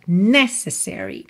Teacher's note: A palavra necessary tem a sílaba tônica na primeira sílaba